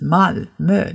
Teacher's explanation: ihre Stadt spricht sich Malmö aus, eben mit diesem etwas tiefen und dunklen Ö